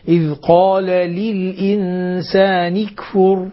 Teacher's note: كسر اللام للإنسان، أيضا النون المكسورة، تحقيق الكسر